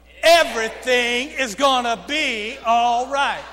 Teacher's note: And that gives a little punch to it, doesn't it? So I want you to put a little accent on that word, everything. It's called a glottal attack, but it just means emphasize it.